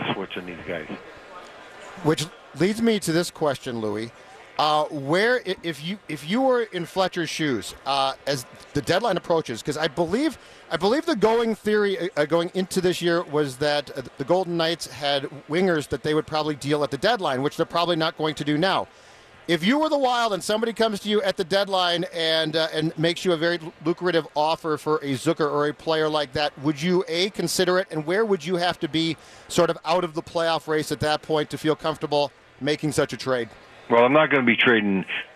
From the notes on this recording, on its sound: live from Radio Row all week